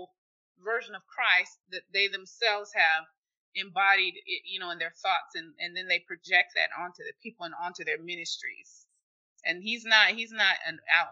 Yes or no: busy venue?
no